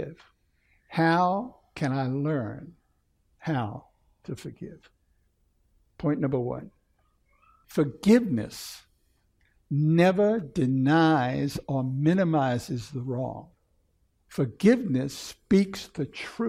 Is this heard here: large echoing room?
yes